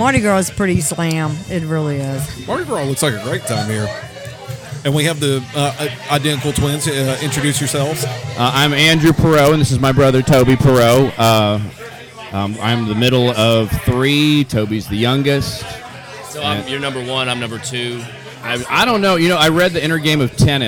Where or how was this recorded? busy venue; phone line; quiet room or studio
busy venue